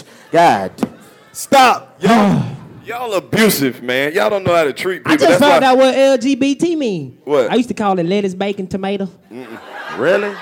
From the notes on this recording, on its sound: Live from Greenville Comedy Zone. The 85 South Show Live Comedy Show in Greenville.